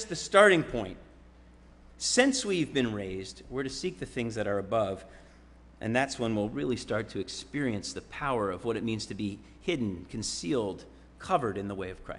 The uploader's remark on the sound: Sermon preached at RCHP on July 31, 2022.